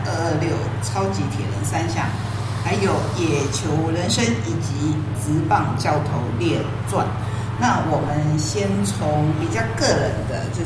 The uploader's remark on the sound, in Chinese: 難得等到作者本人來台東。選在「黑黑」錄音，效果或許沒有錄音室那麼好。